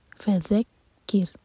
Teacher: ذیل کے لیے ہماری زبان اوپر والے دانت پر ٹچ کرے گی اور تھوڑی سی ٹپ بھار ہوگی.